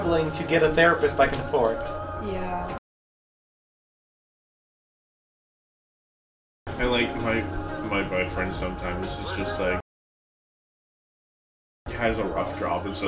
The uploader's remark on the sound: The mic we used picked up a lot more of the movie's sound than anticipated - I've cut out as much of it as I can, but there's only so much I can do.